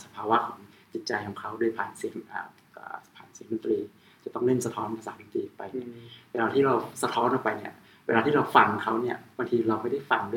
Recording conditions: poor sound quality